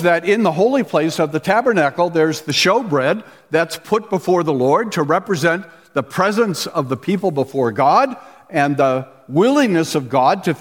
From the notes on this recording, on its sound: we listen in on the conferences sessions from the Reformation Boise Conference last weekend